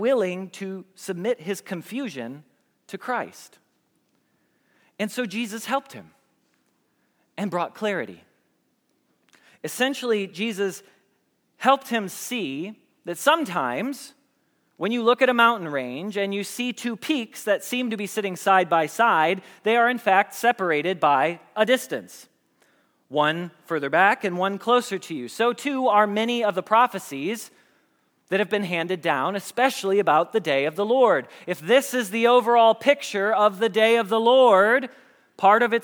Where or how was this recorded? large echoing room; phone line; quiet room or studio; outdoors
large echoing room